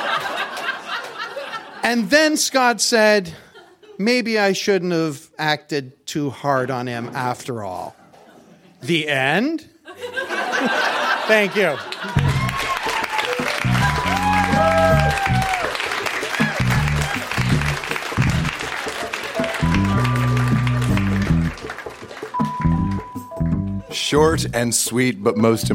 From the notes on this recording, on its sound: Recorded live at TWH Social in Kitchener.